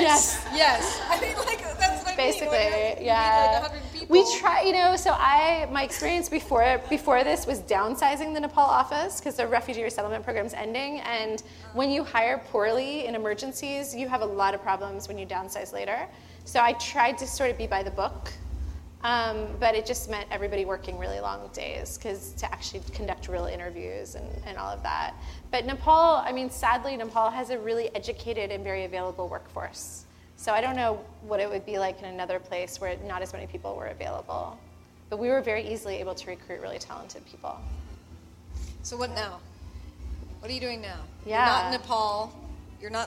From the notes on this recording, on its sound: before a live studio audience